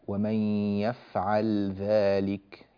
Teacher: لاحظوا أيضا هنا في حرف اللام قوله تعالى: يفعل ذلك ومن يفعل ذلك، اللام هنا لام مظهرة وتجدون عليها السكون، يفعل ذلك، فاللام هنا ساكنة مظهرة بعدها ذال، ولا ندغم، لا نقول ومن يفعل ذلك عدوانا، بعض الناس يفعل ذلك، لا، لا يفعل ذلك، إنما عليه أن يسكن اللام ويوضحها، ومن يفعل ذلك، بهذه الطريقة.